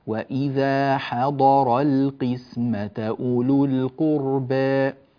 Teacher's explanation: فنرقق الحاء من حضر ونفخم الضاد والراء ونعود للام فنرققها